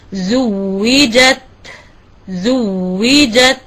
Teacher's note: آتي بالواو الأولى ساكنة ثم بالواو الثانية مكسورة